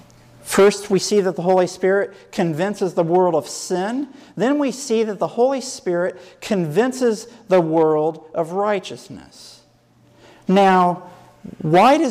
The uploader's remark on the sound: Sermon given at Fairplain Benton Harbor, MI SDA church on 2/20/2010.